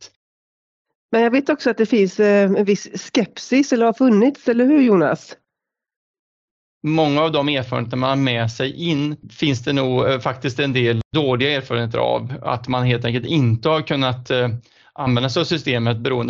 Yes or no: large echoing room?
no